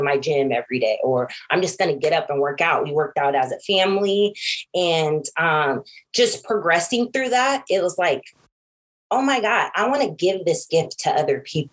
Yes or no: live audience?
no